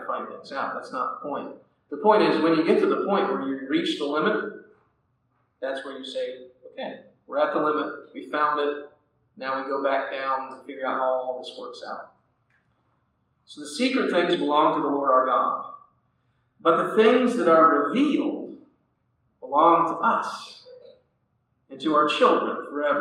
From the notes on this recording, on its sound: Audio quality is not great on this one.